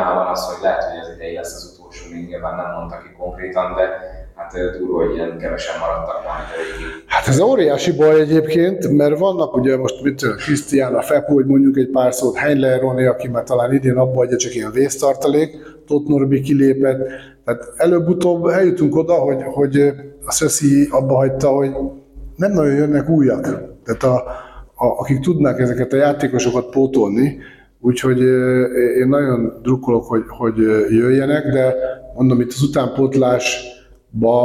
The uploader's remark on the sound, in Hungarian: A hangminőségért elnézést kérek